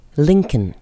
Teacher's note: Entgegen der landläufigen Meinung wird das zweite L nicht ausgesprochen. Lincoln, wie in ….